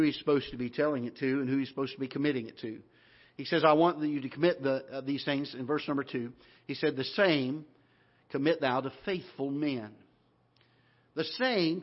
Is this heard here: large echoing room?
yes